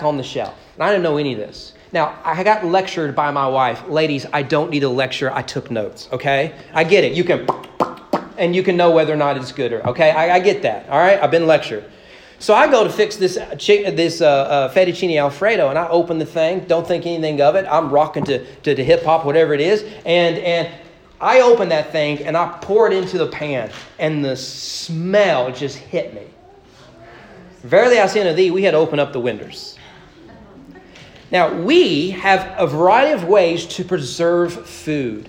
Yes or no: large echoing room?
yes